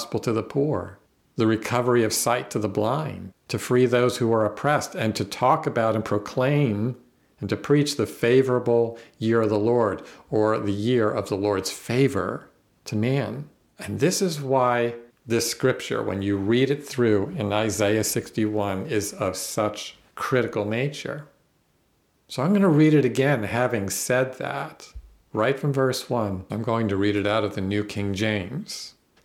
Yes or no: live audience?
no